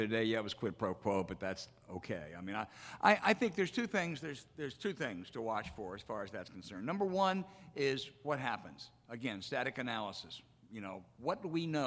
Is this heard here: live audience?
yes